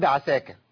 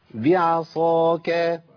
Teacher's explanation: الباء مرققه وايه العين مرققه والصاد مفخمه · Shown in: second take · ما ينفعش اقول بعساك ما تنفعش، ولا اقول بعصاك ما تنفعش برضو، دي مش مقبوله ايضا.